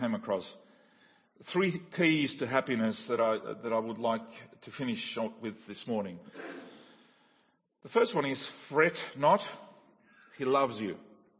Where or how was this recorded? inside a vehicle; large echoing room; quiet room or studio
large echoing room